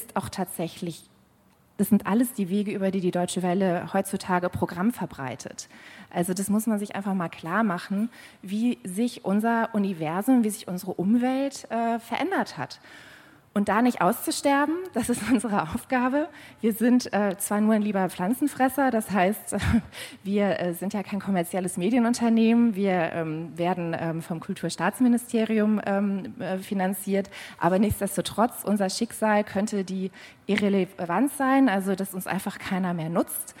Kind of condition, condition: setting, busy venue